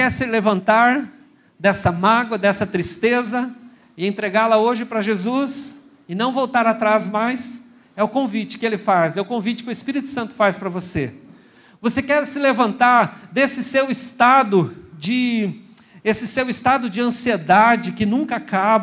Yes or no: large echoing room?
yes